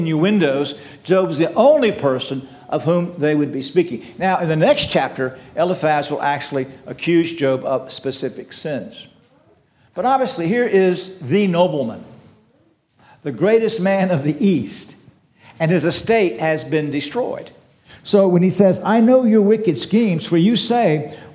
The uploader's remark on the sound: This sermon was preached on April 16, 2023 at Antioch Presbyterian Church. At Antioch Presbyterian Church, a mission work of Calvary Presbytery of the Presbyterian Church in America located in Woodruff, South Carolina.